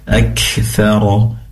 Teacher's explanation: Pastikan kafnya disempurnakan sifat hamas, yaitu mengalirnya nafas, ada desisannya karena dia sukun.